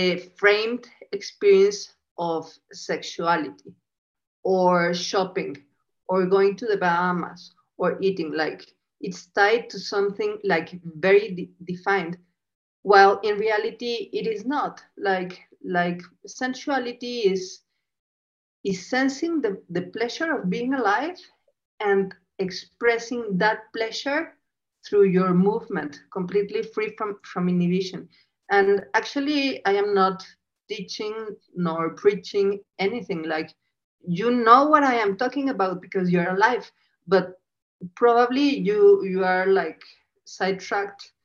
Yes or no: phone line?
no